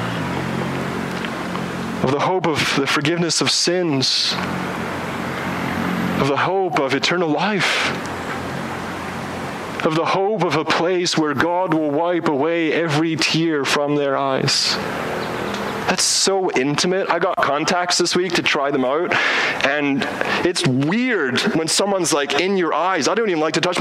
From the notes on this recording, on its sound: Preaches outdoors